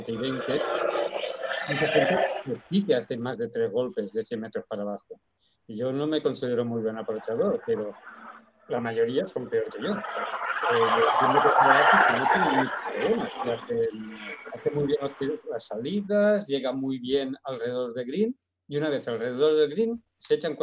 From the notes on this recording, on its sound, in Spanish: Grabación de la reunión virtual de marzo 2023.